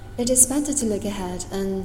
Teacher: 选择把 a 弱化成 a，然后把 d 给省掉，所以原来的 and 就成了 an